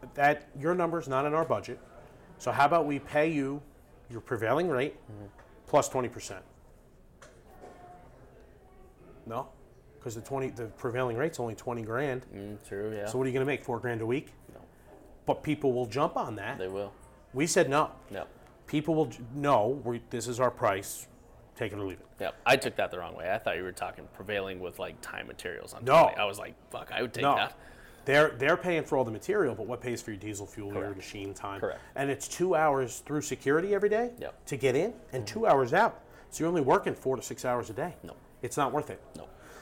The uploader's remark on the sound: LIVE AT CONEXPO 2023!